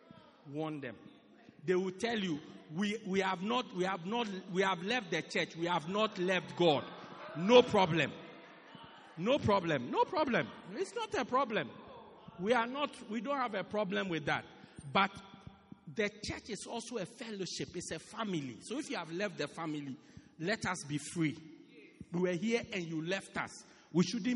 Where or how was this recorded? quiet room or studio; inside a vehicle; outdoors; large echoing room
large echoing room